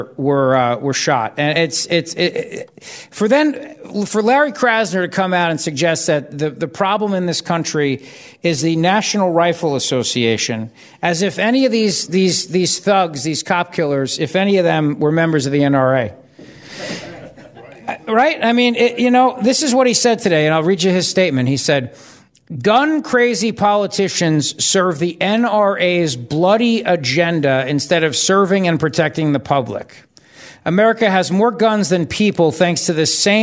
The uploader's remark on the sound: LIVE from the Grand Hotel in Cape May, New Jersey